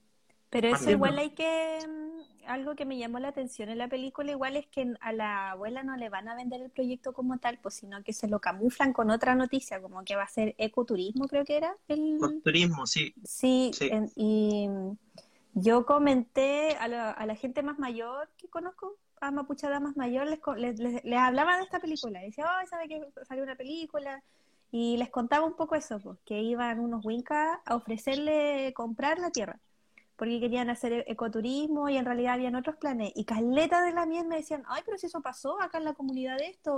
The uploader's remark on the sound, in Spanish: un exitoso Instagram Live que hoy compartimos por la clásica plataforma